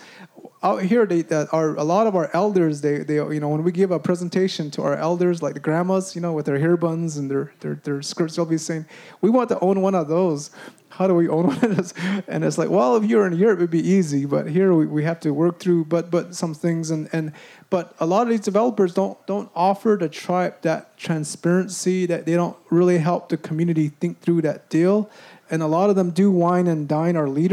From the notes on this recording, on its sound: Recorded at the 2013 Bioneers Conference.